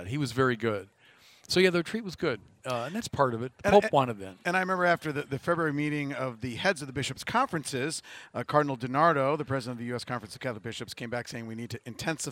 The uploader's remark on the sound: From the 2019 Los Angeles Religious Education Conference